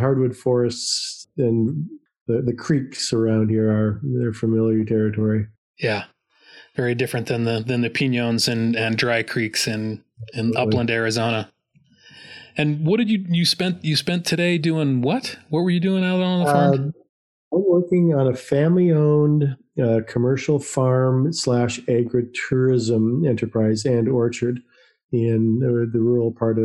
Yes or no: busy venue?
no